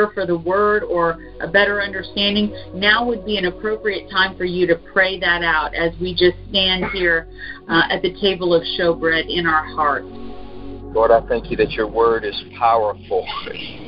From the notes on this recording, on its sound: ZOOM. During the WEEKLY "Intercessors Arise!" Prayer. Conference call.